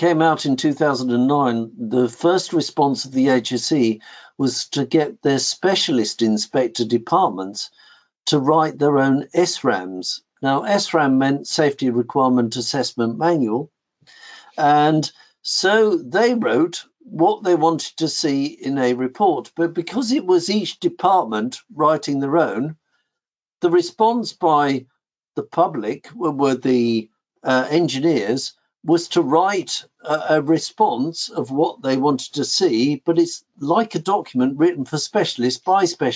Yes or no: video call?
yes